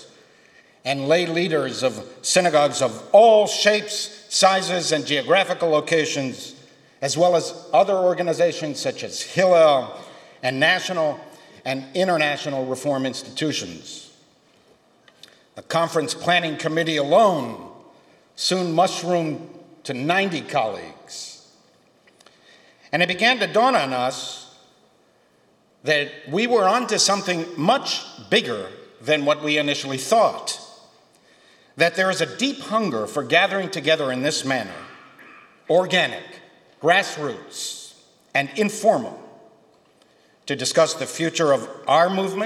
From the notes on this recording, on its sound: Keynote speech from Re-CHARGING Reform Judaism, a historic grassroots gathering of some 300 Reform leaders at Stephen Wise Free Synagogue.